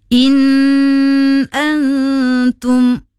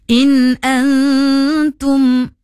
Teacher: Okey, pada ayat tersebut membaca in antum dia membaca dengung pada kalimah in. Sedangkan nun mati bertemu dengan huruf hamzah, itu adalah izhar halki dan tak boleh dengung · Shown in: second take · Itu bermaksud, kalau izhar ni bermaksud jelas.